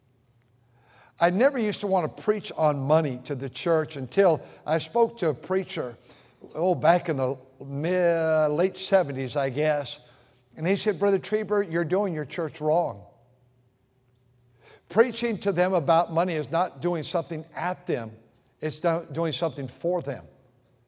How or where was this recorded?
large echoing room